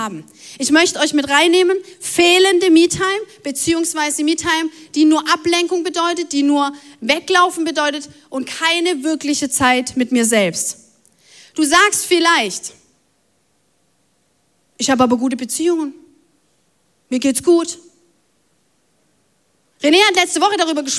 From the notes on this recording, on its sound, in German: Audiomitschnitt der Predigt